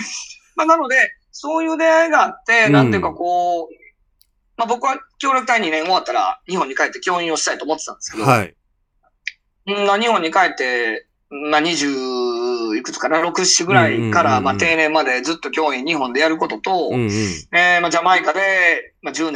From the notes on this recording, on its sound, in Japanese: オンラインで収録をしました。